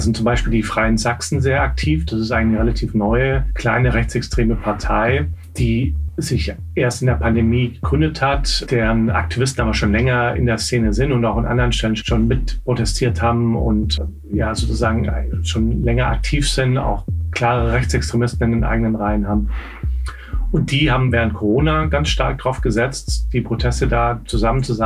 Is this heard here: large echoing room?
no